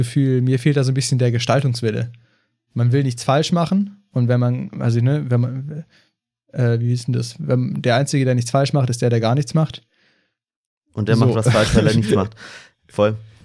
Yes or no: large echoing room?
no